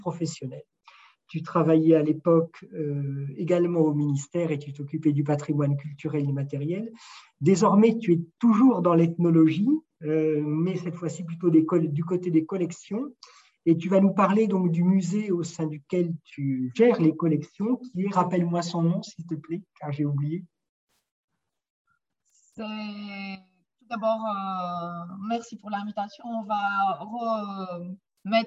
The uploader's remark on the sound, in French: Séance enregistrée sur Zoom.